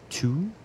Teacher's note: So two is a little bit of a rounded sound. You round the front of your mouth to create the two. And that's maybe going to just where your fingertips start if you have it.